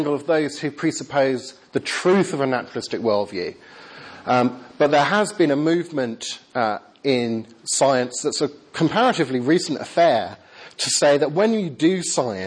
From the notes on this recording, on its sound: Lecture with Q&A. Westwoodhill Evangelical Church, East Kilbride. This event was organized by 'Scientists in Congregations Scotland'.